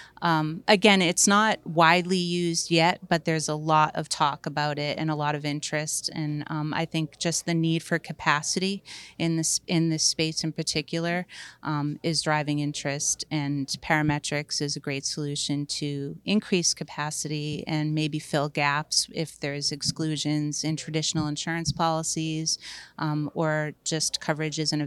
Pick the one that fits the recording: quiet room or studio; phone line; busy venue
busy venue